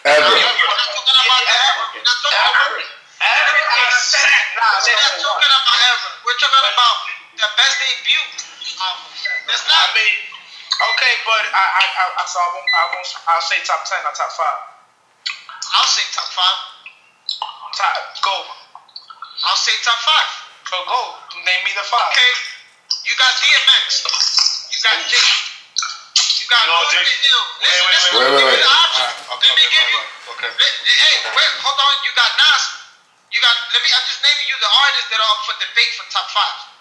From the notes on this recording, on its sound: Its was suppose to be a test recording but it was some much fun we decide to put it out. We apologize for the audio.